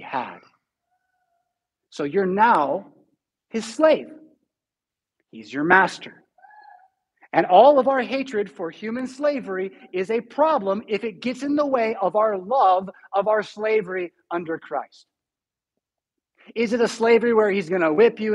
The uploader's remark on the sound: Preached at St Paul Lutheran Church , Rockford, Illinois on May 29, 2022.